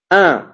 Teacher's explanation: Le son doit sortir par la bouche et par le nez.